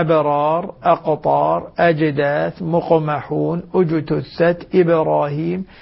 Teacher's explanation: هذه حروف كلها في وسط الكلمة فتكون القلقلة فيها أقل ما يكون، ما لا تحتاج مني إلى مبالغة في أدائها. · Term: القلقلة صغرى